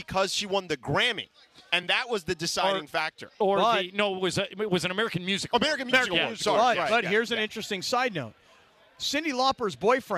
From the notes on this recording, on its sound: live from the Nixo Lounge at the E-Central Hotel!